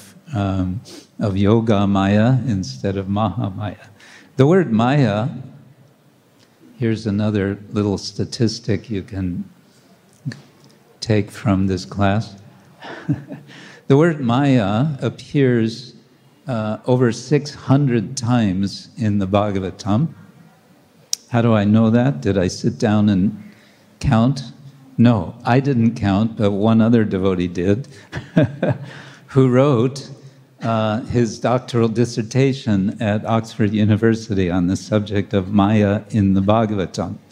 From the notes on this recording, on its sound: Lecture from ISKCON Juhu temple